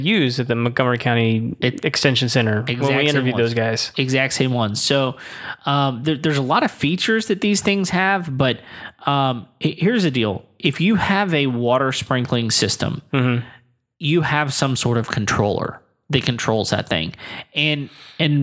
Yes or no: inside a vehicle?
no